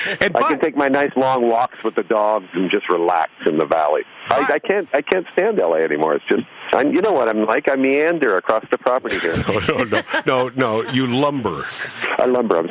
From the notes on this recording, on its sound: Enjoy this surprise phone call from one of the funniest guys in the business.